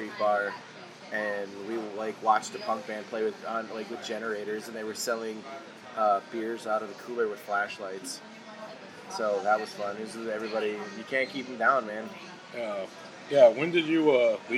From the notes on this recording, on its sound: Recorded at Bill's Bar and Burger in downtown Chicago on Sunday, April 28th, 2019.